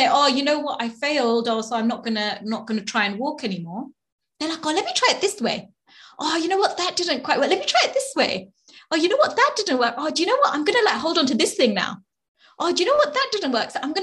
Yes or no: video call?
yes